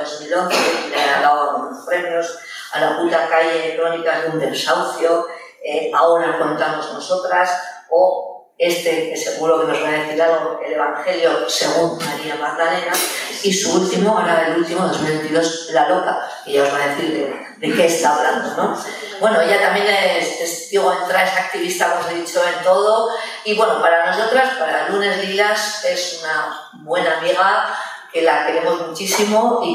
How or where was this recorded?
live audience